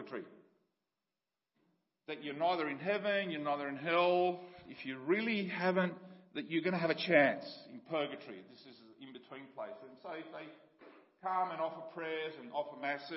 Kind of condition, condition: setting, large echoing room